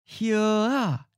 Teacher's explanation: sounds like a seventh tone mid-flat